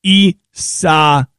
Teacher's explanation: The emphasis is on the third syllable.